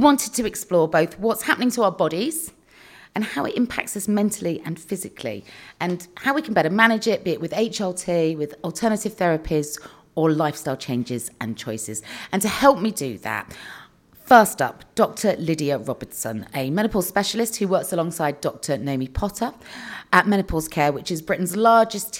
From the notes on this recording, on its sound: Live from Acast HQ. Recorded in front of a live audience at Acast's offices in London!